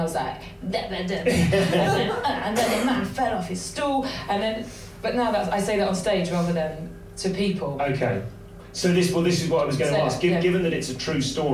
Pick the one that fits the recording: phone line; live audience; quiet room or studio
live audience